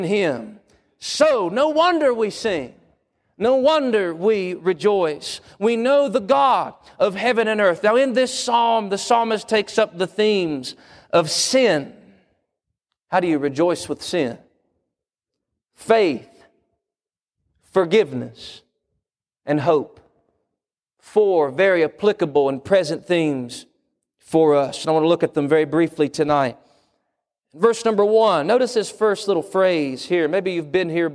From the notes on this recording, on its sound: Wednesday PM Service